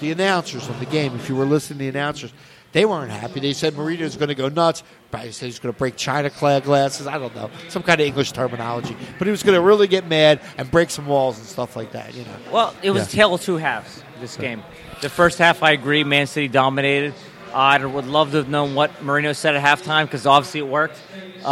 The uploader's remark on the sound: Live at our home away from home, Villa Capri.